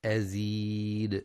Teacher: وفي قوله تعالى ثم يطمع أن أزيد يخطئ من يقرأ أزيد بزيادة ألف بعد الدال أزيدا، والصواب دال مفتوحة يوقف عليها بالسكون